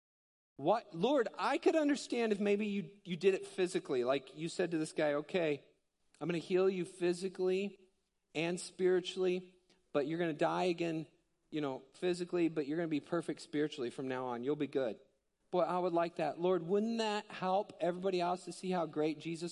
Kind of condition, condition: setting, large echoing room